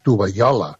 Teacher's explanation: aquesta doble L, aquesta palatal, és un fonema que s'està perdent, que passa a ser una I